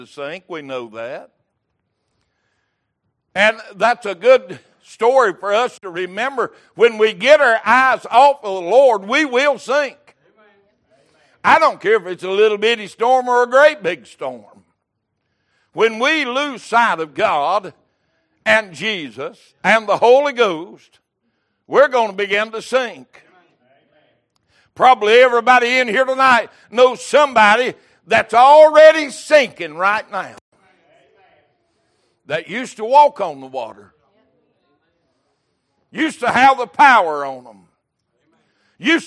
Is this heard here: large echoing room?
yes